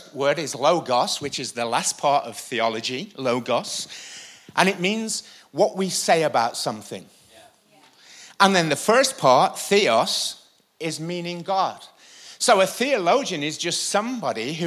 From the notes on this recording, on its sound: IKON Church. Recorded live at the Chesterfield Campus this is the message from the evening service on the 16th February 20.